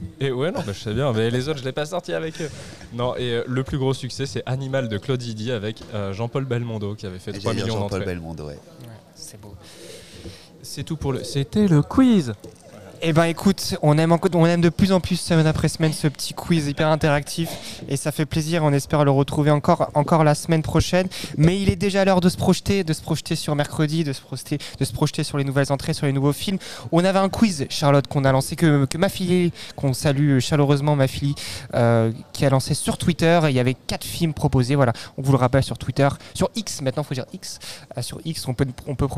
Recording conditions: busy venue